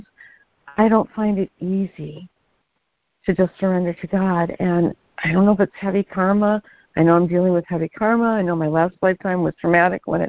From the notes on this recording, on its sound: ACIM Daily Conference Call